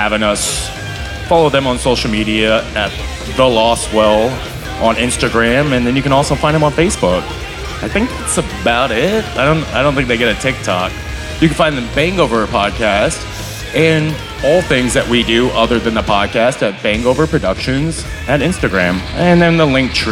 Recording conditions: busy venue